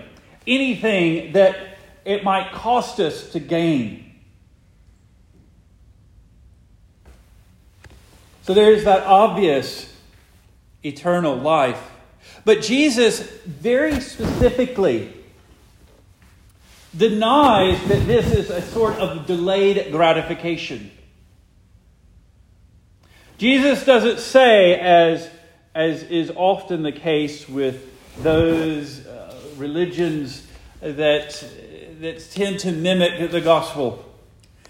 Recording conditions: large echoing room